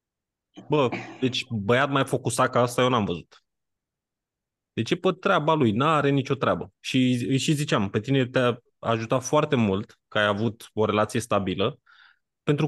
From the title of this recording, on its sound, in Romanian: Conferinta Zoom Saptamanala EcomSchool